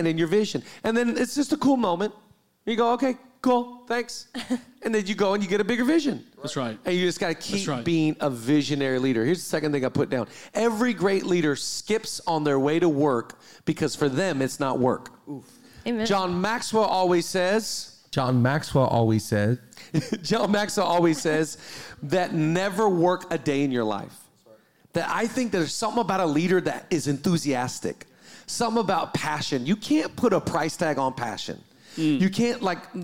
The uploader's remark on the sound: 100th Episode Live Recording